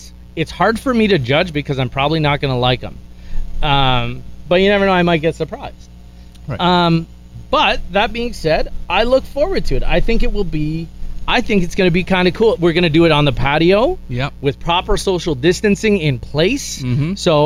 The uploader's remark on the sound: The Outdoor Episode (With The Bad Sound)